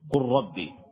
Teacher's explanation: وقد يكون الحرفان متجانسين كما في قولك قل ربي، فإنك تدغم اللام في الراء بحيث يصير راء مشددة · Term: الإدغام